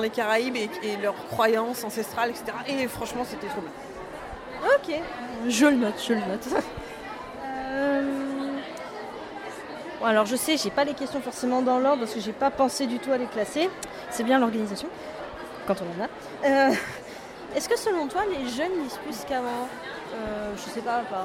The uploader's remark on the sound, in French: Au Salon du Livre et de la Presse Jeunesse de Montreuil. Effectuant une interview pour la 1ère fois avec un micro tout neuf, mon son est parfois faible mais pas celui de l'interviewée.